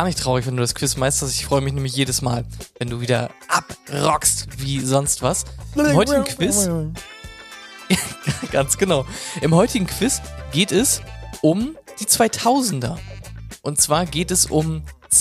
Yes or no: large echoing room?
no